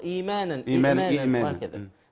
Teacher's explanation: أبدلت الهمزة الثانية حرف مد من جنس ما قبلها · Term: مد بدل